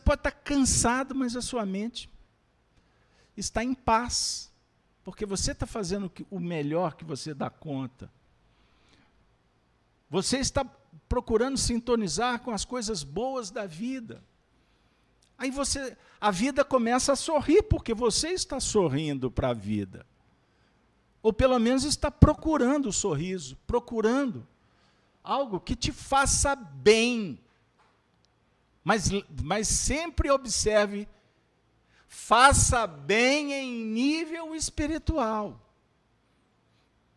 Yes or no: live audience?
yes